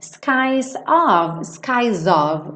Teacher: o S adquire um som de Z e faz a ligação